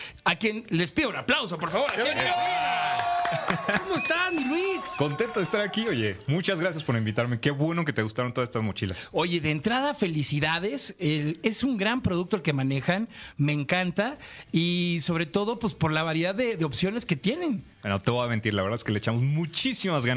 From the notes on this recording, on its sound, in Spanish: Y estuvimos en vivo desde la Final Nacional de Red Bull Batalla.